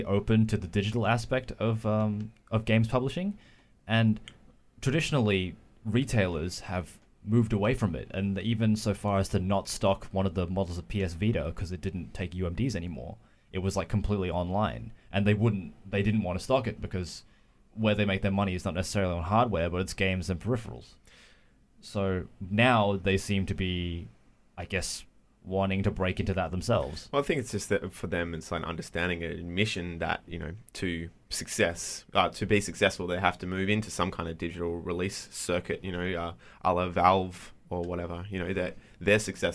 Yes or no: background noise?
no